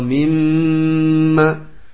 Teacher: Dan gunna ini keluar dari batang hidung, tidak ada pembagiannya, sehingga dia muqaddar, ya.